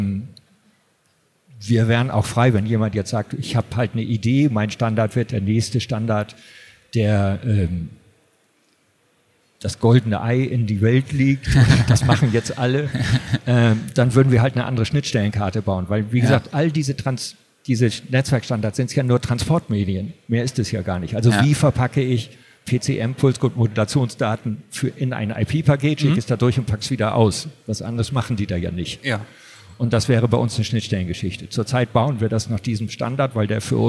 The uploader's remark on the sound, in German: sprechen wir auf der LEaT con in Hamburg